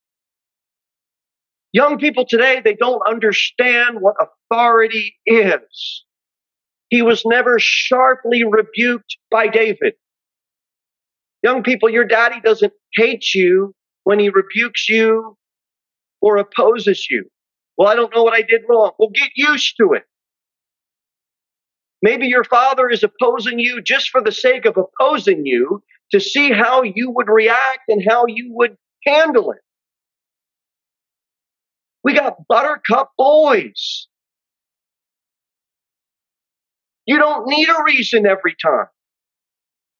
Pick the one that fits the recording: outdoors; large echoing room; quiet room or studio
large echoing room